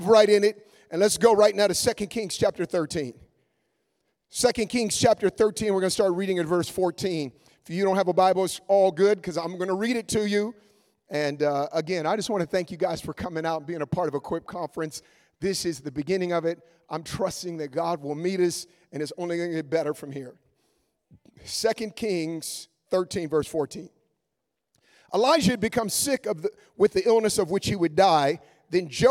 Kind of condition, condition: setting, live audience